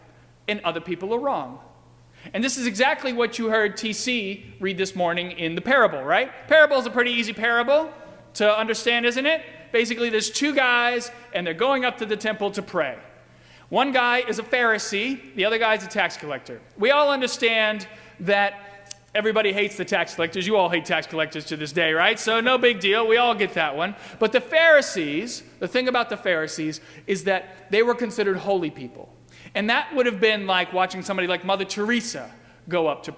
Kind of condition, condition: setting, large echoing room